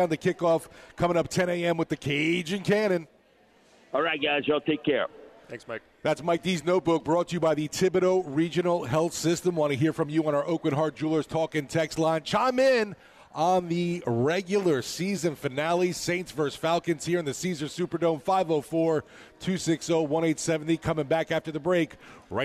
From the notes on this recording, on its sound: LIVE from the Dome